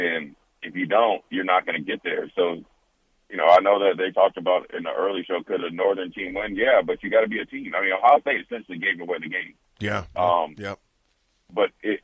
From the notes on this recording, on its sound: Calls in to give his thoughts on the National Championship.